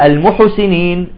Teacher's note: أيضا مسألة هامة، أحيانا يعني إذا جاءت قبلها مثلا حرف مضموم يضم الشفتين، تمام، وهي ساكنة مثلا الحاء، مثل كلمة المحسنين، هو يقول المحسنين، بتم مسكر الشفايف، المحسنين تطلع مضمومة، تمام، فيجب أن تهتم بها.